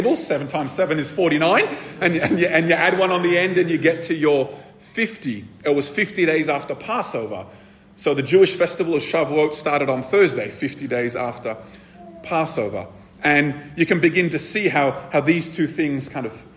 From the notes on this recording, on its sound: This episode was recorded at a Thrive Community gathering on the 28th May 2023.